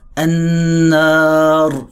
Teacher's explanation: فتحس طلعة الألف ونزلتها على الراء مع الغنة اللي قبلها، تحس إن المكان فيه هو سحيقة وفيه شدة، فنفس الغنة تدي انطباع في كلمة وتدي انطباع في كلمة تانية.